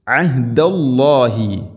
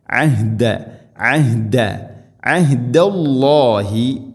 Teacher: ഐൻ തൊണ്ടയുടെ മധ്യഭാഗം, ഹ തൊണ്ടയുടെ താഴെ ഭാഗം.